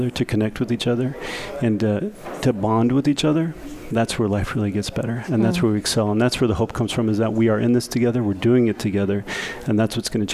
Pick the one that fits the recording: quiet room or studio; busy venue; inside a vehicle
busy venue